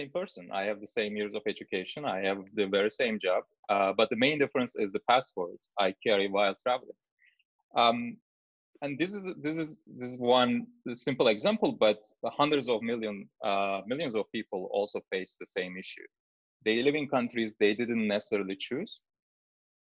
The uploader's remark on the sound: Were joined on Zoom by our Chief Economist.